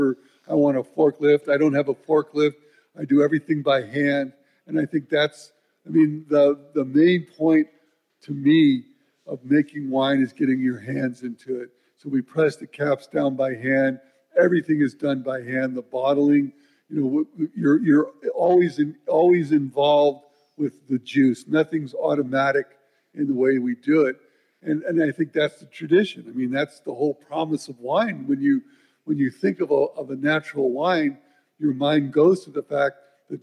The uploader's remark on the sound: This episode of HRN On Tour comes to you live from Raw Wine 2023 in East Williamsburg, Brooklyn. This episode of HRN On Tour comes to you live from Raw Wine 2023 in East Williamsburg, Brooklyn. Taking place at 99 Scott , this ‘Speakers’ Corner’ event. The audience tastes his 1980 vintage.